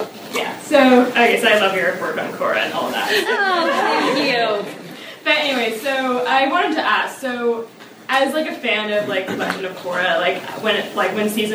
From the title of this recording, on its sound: Live Panel from the University of Chicago’s Sex Week